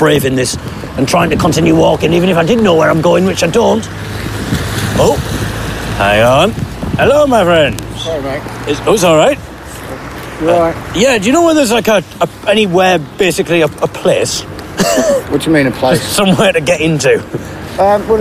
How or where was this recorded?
outdoors